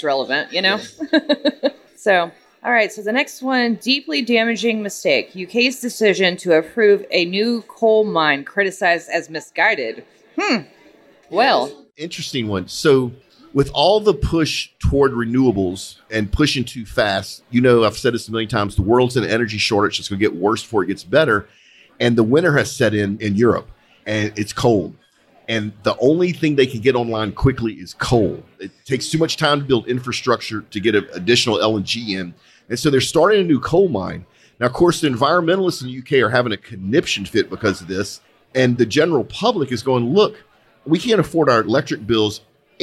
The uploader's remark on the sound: Live from the 12 th Annual Christmas Party Customer Appreciation Gumbo Gathering at R4 Specialites. Live from the 12 th Annual Christmas Party Customer Appreciation Gumbo Gathering at R4 Specialites.